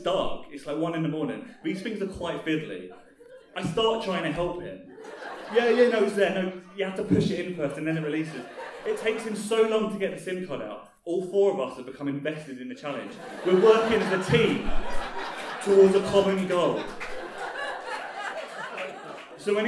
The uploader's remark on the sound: recorded at the Black Box on Weds, 27 Feb 2019